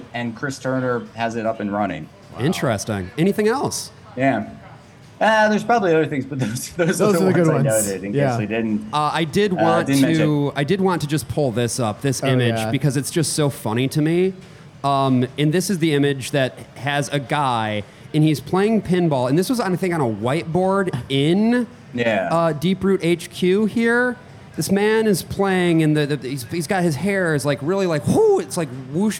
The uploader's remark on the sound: LIVE at New York City Pinball Championships 2022!